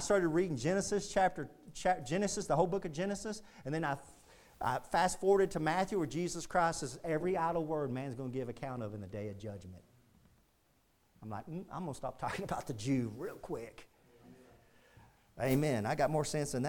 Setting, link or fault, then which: setting, large echoing room